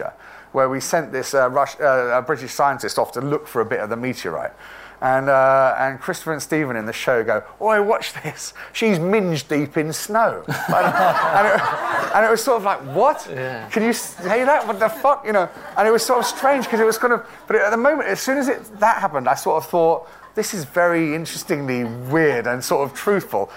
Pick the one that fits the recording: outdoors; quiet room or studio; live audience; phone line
live audience